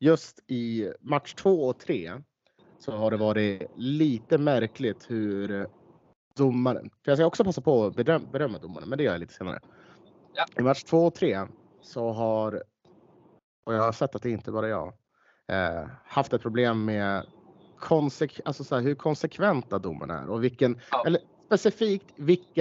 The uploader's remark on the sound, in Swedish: Spelar in från bilen på E18 mellan Västerås, vilket hörs på ljudkvalitén.